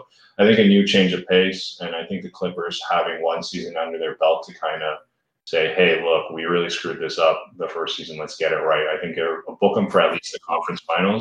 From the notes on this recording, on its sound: Apologies for some audio issues that we noticed after posting the episode